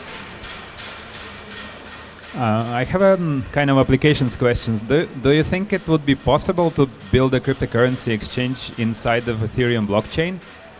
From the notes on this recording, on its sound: 34C3-chaoswest. They are congregating on the Chaos West Stage.